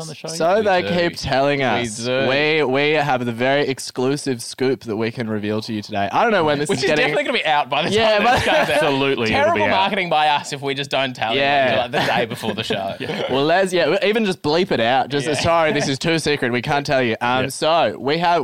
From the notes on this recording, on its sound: We’re taking you backstage at Comedy Republic. Join us live and unedited from the green room with the who's who of comedy.